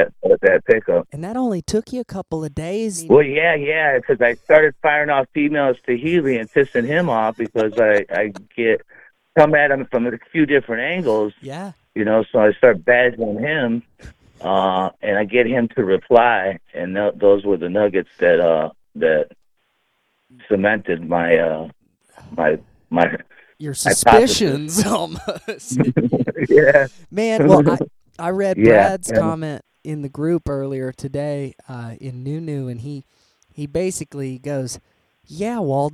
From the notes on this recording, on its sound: on a rare phone call with me